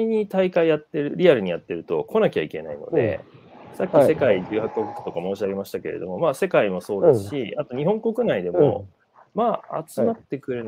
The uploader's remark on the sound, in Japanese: 歩きながら1時間、対談する。